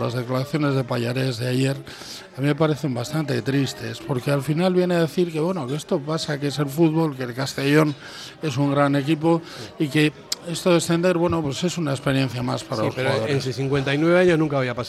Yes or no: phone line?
no